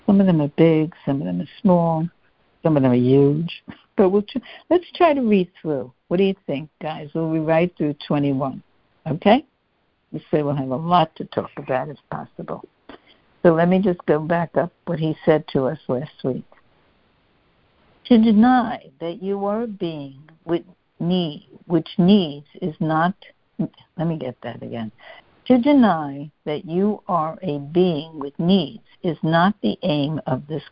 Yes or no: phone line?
yes